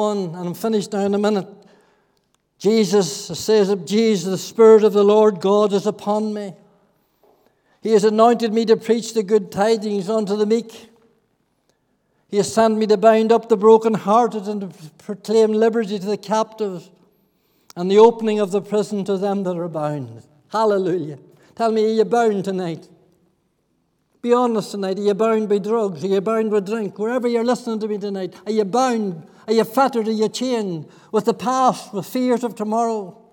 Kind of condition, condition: setting, large echoing room